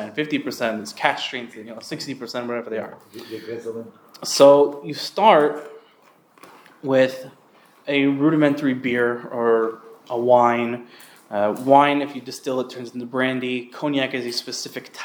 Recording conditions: large echoing room